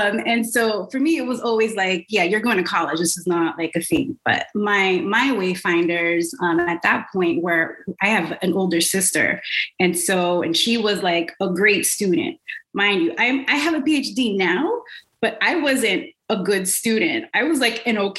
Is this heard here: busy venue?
no